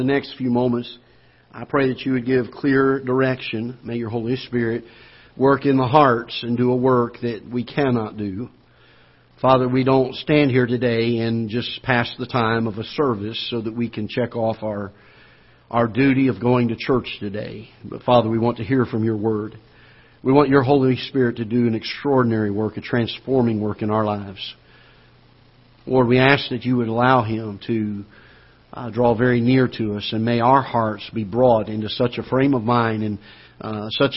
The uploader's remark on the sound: Ketha Heights Baptist Church ~ Live Broadcast